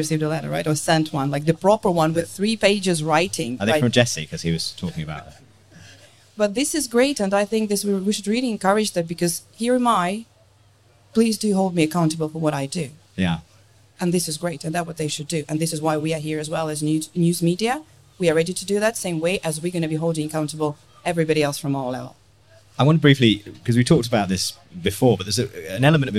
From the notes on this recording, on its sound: The Meaningful Media Podcast headed to La Croisette. Recorded to a live audience at the gorgeous and sustainable #HavasCafe. Cannes Lions 2022 Special.